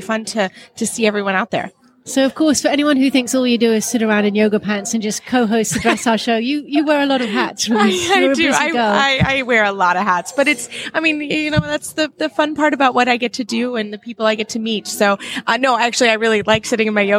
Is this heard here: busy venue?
yes